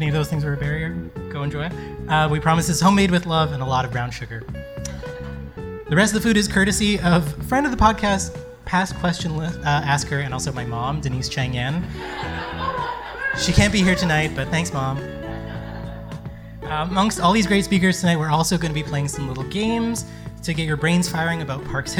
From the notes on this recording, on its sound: On September 29, Let’s Find Out hosted a live podcast recording at the Aviary, with short talks and activities about parks.